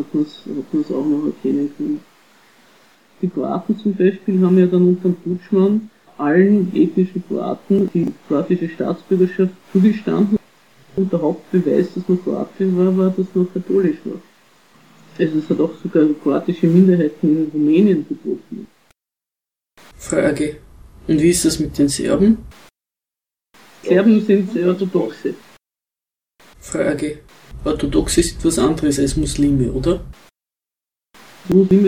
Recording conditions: poor sound quality